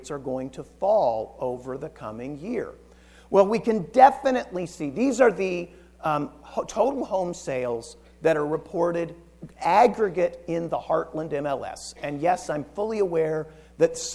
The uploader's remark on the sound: Recorded from the KCRAR Residential Housing Forecast event